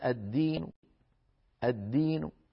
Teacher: فالحرف الذي لما وقف عليه خفض صوته فرام الحركة ولكنه اكتفى ببعضها · Term: الروم